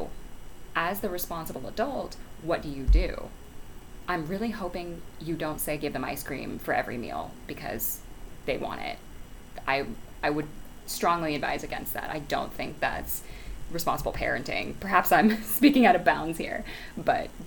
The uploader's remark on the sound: Also, i did get a new microphone, but the background is extra loud because i had the windows open otherwise I'd suffocate from the heat.